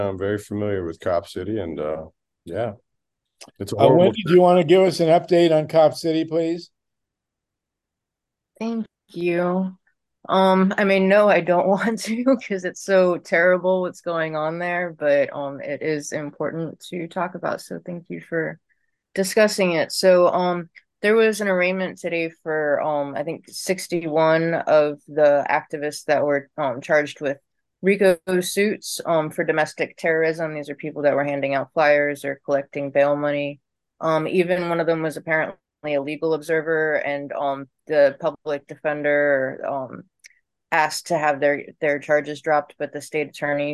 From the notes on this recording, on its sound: Our GREEP zoom #156